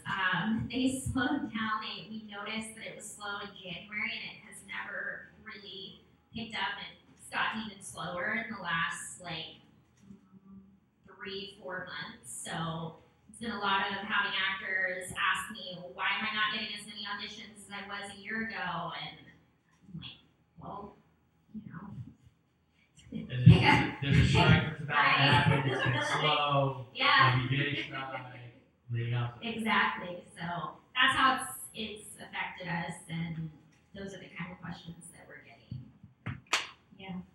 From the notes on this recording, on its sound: This episode we had some audio issues.